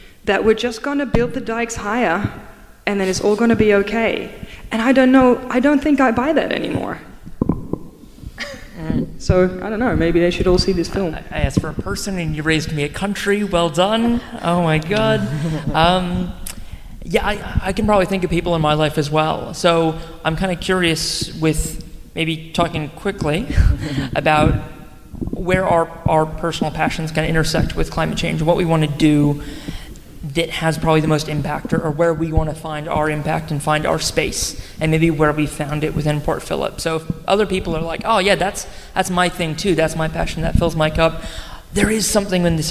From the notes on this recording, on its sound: Anote's Ark panel from the Astor Theatre. Transitions Film Festival brought a film screening to Port Phillip in Melbourne. Record the post-screening panel as a live episode.